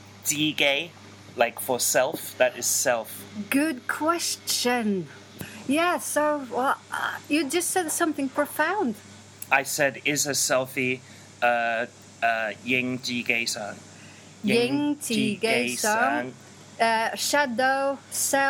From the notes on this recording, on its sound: I normally arrange Sichuan dinners and lunches there, but this time it doubled as a recording studio for the best Cantonese news currently available on cassette! CantoNews 5 live from my roof.